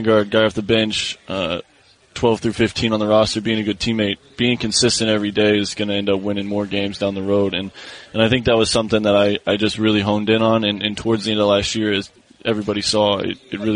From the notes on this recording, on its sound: live from Lakers' Media Day